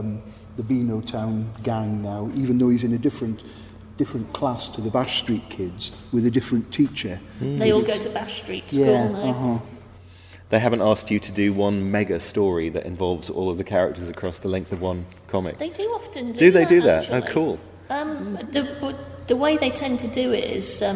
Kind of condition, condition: setting, busy venue